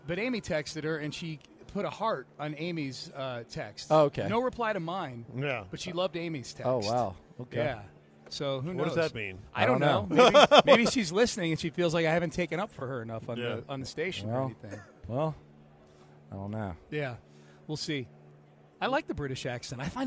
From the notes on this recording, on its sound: Live At Radio Row in Las Vegas